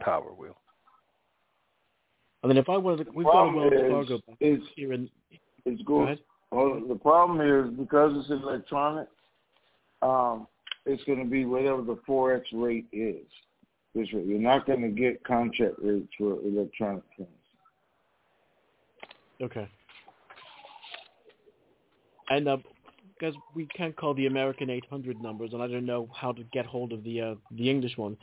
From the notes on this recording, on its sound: TNTSuperfantastic Conference Call.